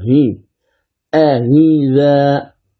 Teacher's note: إذن أحقق الأولى آ والثانية أسهلها هي، أهذا، ولا أبدلها هاء · Term: تسهيل